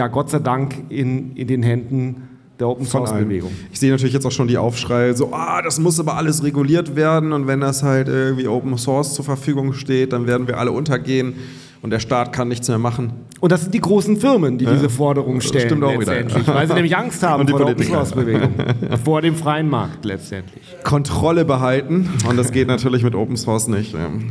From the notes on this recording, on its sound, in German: Live vom Bitcoin Block München.